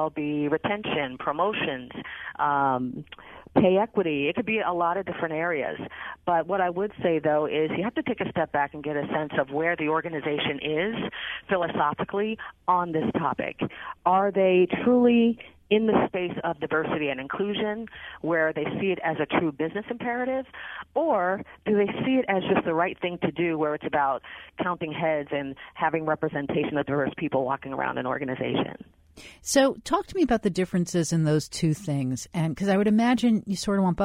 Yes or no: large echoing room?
no